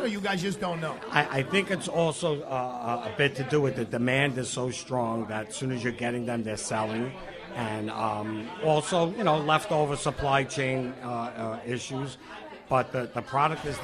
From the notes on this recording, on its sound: Live Broadcast from L&B Spumoni Gardens , Bensonhurst, Brooklyn, NY. Live Broadcast from L&B Spumoni Gardens , Bensonhurst, Brooklyn, NY.